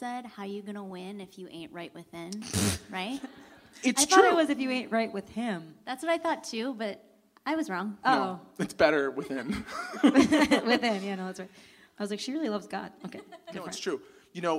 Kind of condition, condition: setting, live audience